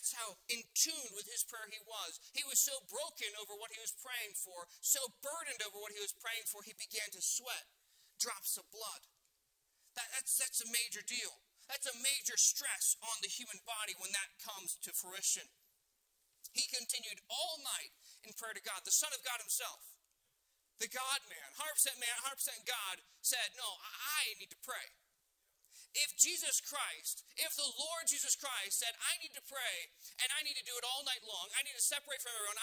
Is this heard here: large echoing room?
yes